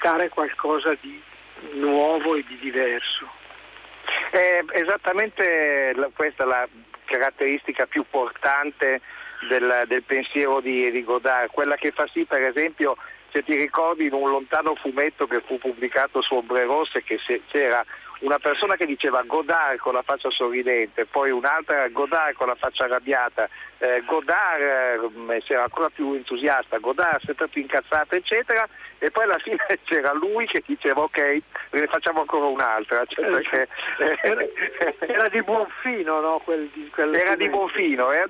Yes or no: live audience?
no